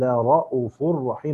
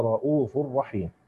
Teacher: فلا رؤوف الرحيم بالقصر هكذا بحذف الواو · Shown in: first take